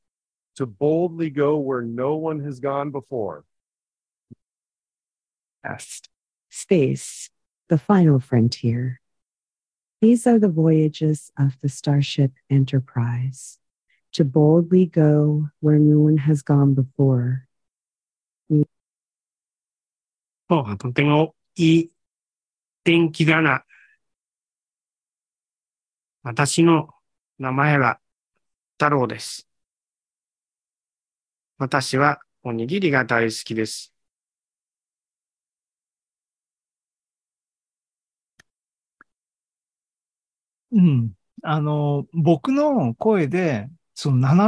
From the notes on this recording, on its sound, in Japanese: ２０２３年４月２６日に開催した ZOOMライブの模様です